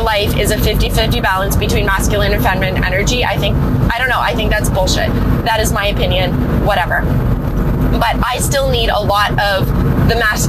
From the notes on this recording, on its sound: My first 'car chat' episode